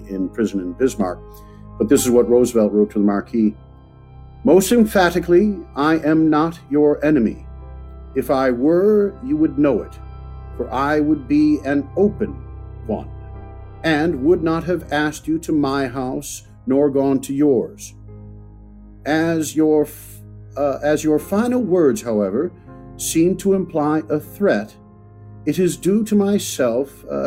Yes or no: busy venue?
no